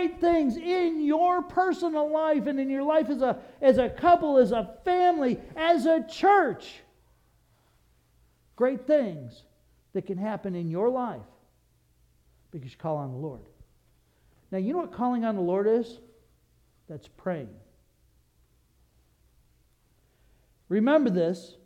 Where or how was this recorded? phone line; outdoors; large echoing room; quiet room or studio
large echoing room